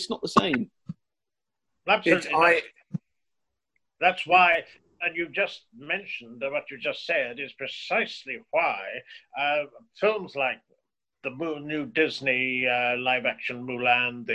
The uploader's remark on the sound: in zoom conversation